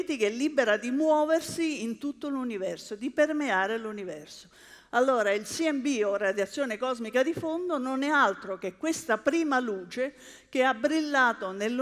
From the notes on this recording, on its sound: TEDxLecce. This talk was given at a TEDx event using the TED conference format but independently organized by a local community.